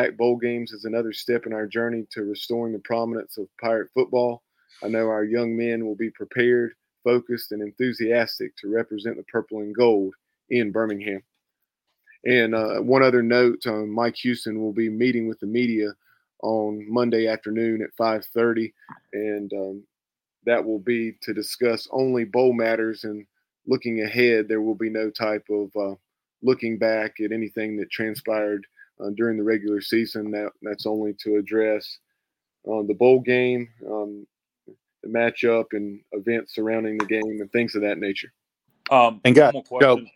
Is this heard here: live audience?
no